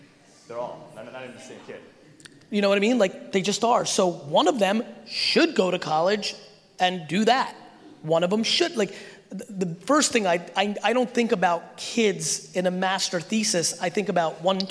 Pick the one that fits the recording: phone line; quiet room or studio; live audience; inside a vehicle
live audience